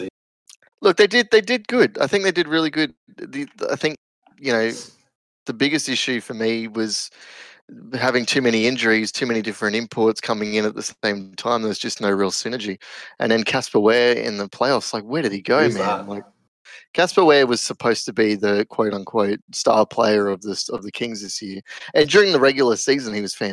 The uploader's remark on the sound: NPP episode #14 technical difficulties